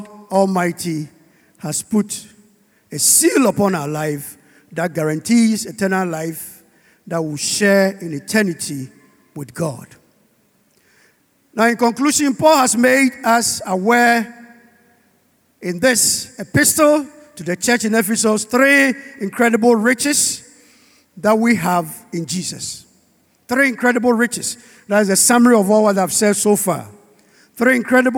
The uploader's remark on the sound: Sermon preached at CBC Shiashie Campus